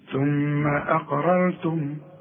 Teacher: رقق للهمزة وفخم للقاف وفخم للراء الاولى والثانية كمان. ثم اقررتم، الميم بقى دي لا تغن، شوف الميم الاولى ثم اقررتم، طب والتانية ما قلناش عشان ساكنة عليها السكون.